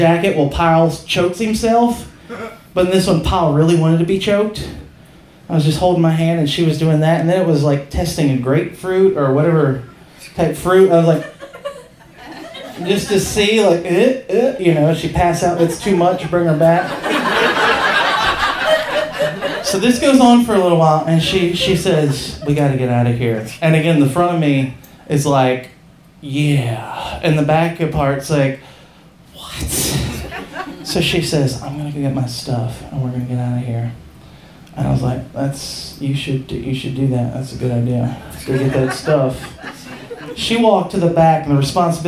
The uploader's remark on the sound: Live From Charleston 2!